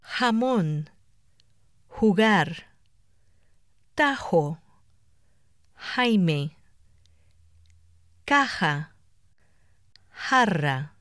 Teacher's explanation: The Spanish J is pronounced like a forceful English H in the word hat.